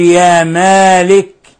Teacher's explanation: ومثل ذلك وقالوا يا مالك، لا نقول يا مالك، لا تقل يا مالك وإنما قل يا مالك، لأن الميم مرققة والألف حرف متأثر بما قبله مرقق، فلا تقول مالك وإنما قل مالك.